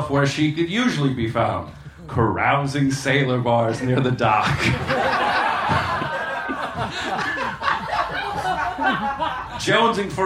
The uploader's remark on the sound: Recorded May 17 at The Virgil in Los Angeles.